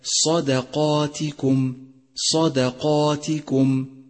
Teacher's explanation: سادسا، انتبه إلى تتالي التفخيم والترقيق في كلمة صدقاتكم صدقاتكم، فالصاد مفخمة والدال مرققة والقاف مفخمة والألف بعدها تابعة لها في التفخيم